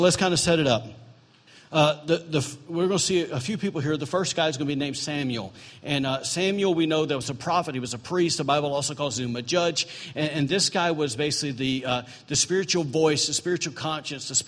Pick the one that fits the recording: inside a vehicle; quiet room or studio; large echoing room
large echoing room